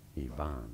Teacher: in English it is generally said as Ivan, with an emphasis on that second syllable